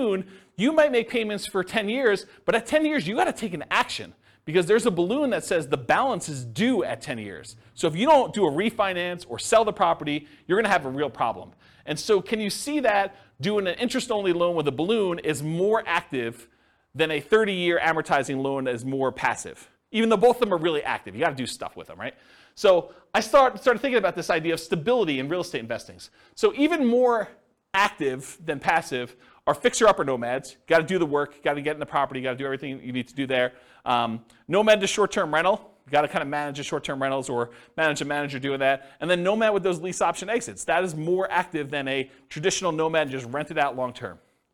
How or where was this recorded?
live audience